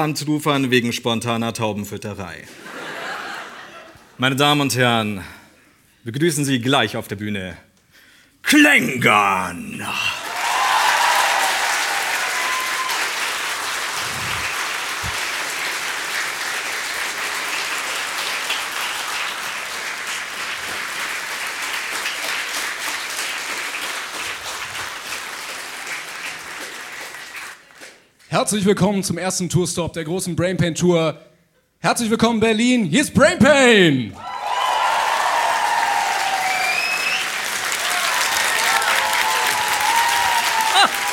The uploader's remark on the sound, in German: Der erste Stop der großen Brainpain-Tour! Live aus Berlin vor rappelvollem Saal.